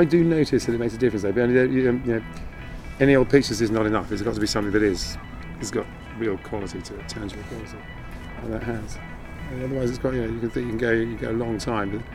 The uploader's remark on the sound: Seaside Towns, Seaside Frowns: Margate. This was an experiment into working in a single longform interview format (which I had not done before), and was recorded in a single day as a walk around the town.